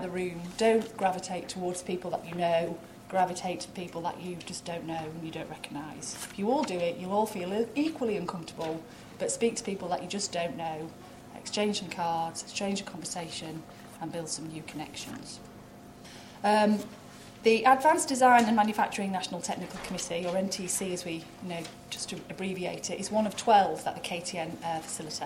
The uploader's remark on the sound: At the Aerospace Manufacturing Conference and Technology Roadmapping Workshop held at WMG.